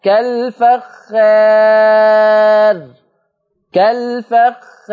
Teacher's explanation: ها انت لما قللت الالف كان لازم عليك انك ترقق الراء